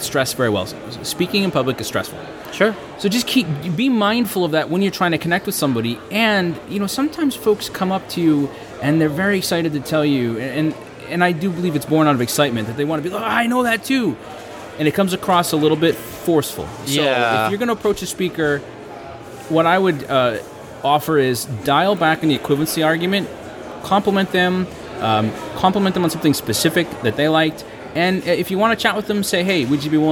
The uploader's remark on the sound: live from HTCIA Conference 2015 in Orlando, FL